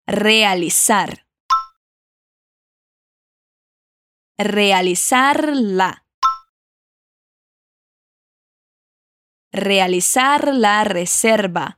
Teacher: você vai vibrar o R quando a palavrinha começar com essa letra